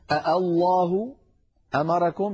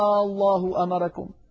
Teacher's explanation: بعض القبائل كانت تبدل هذه الهمزة الثانية التي هي همزة الوصل ألفا · Shown in: second take · Term: إبدالها ألفا